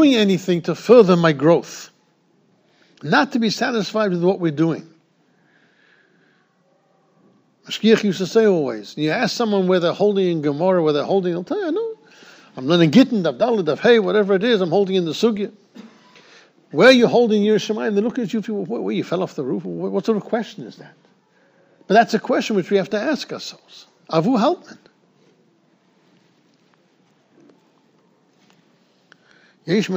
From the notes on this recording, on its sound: Shiur recorded in Yeshivas Ohr Reuven, Monsey, NY